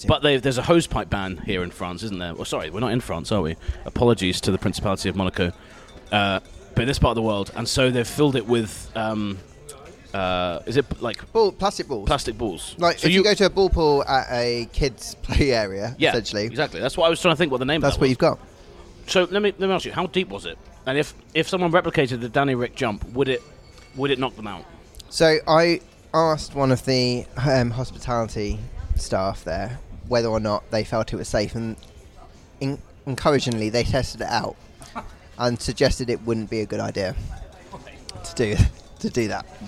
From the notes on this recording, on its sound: Live in Monaco. An in-person episode in Monaco, that was recorded to the background of pizza and beer.